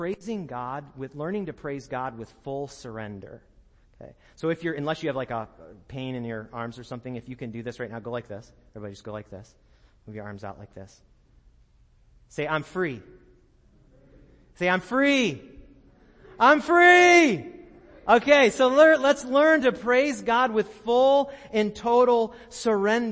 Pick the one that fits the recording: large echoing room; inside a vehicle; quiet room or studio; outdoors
large echoing room